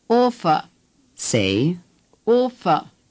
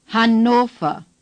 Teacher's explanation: The O is clear and long O.